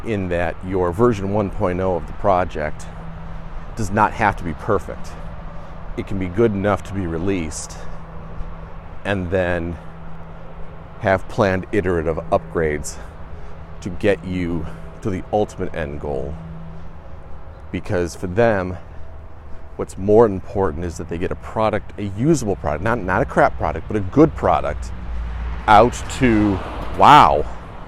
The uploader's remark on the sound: walk and talk